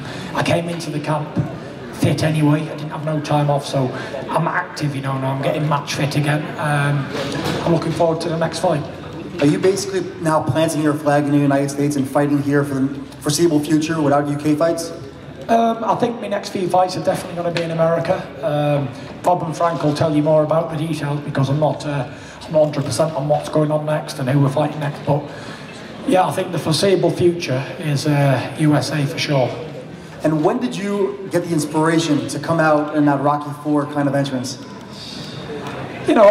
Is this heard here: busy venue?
yes